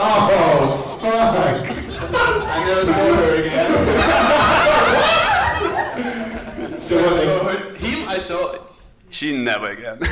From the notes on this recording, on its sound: This was recorded live in front of an audience at our beloved ComedyHaus in Zurich. Fucked up the audio a bit so with some help from down-under this is now half way listenable (we think).